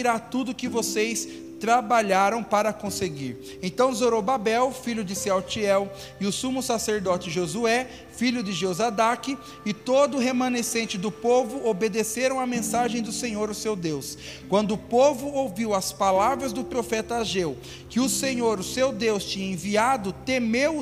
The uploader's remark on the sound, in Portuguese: Áudio do culto de Domingo do dia 29 de Maio de 2022.